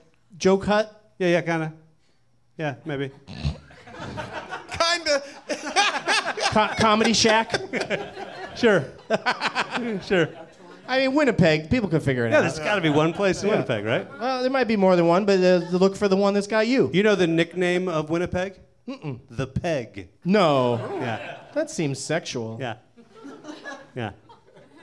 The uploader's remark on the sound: Live from the NerdMelt Showroom in Hollywood.